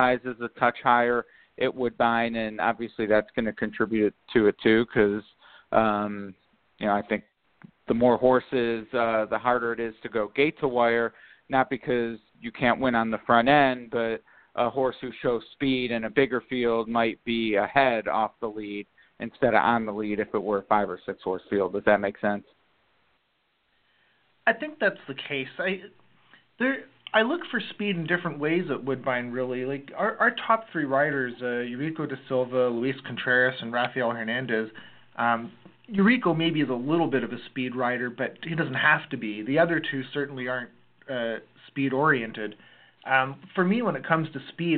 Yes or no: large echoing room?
no